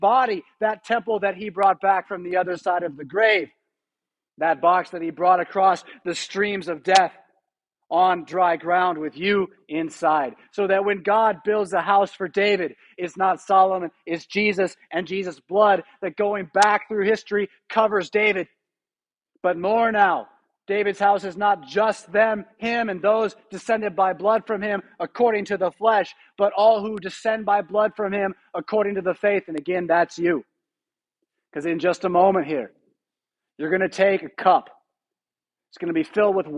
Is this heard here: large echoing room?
yes